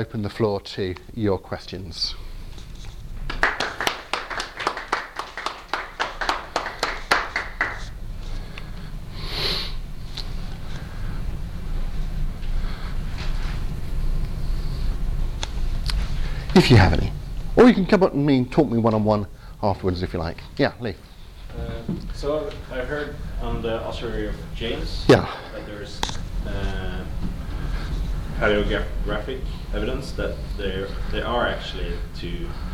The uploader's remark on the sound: At Trondheim University. Talk with Q&A from Trondheim Universtiy's 'Skeptics Week', 8th March 2018.